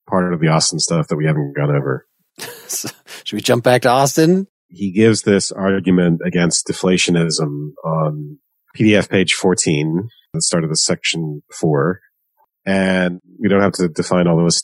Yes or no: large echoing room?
no